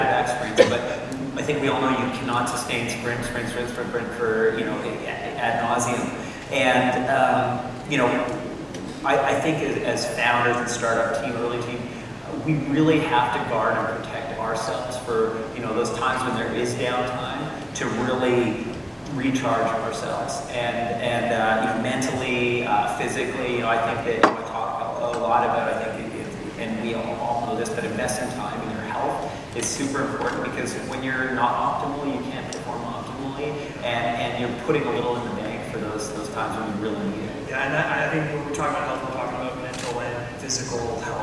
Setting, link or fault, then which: setting, live audience